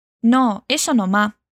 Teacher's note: No más es una expresión común de escuchar en Perú, así que toma nota por si acaso la escuchas por allá, y debes de haber percibido que la pronunciación de la señora también cambia. Ella dice Noma, y aquí tenemos una reducción de pronunciación nativa de Perú